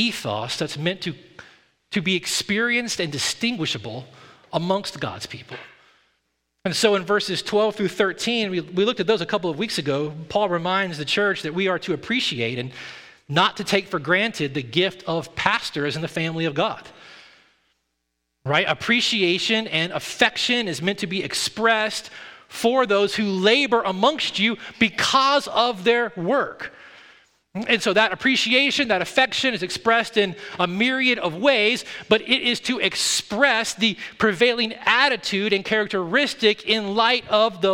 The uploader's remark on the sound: at Redemption Hill Church on Sunday, November 13th, 2022